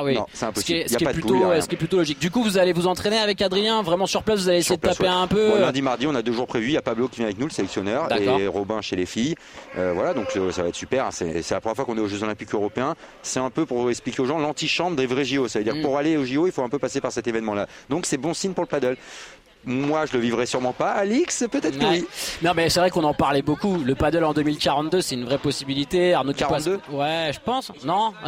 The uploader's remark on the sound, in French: Viva Padel en direct du Human Padel Open à Toulouse.